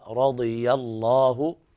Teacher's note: واللام في لفظ الجلالة تغلظ لأن قبلها مفتوح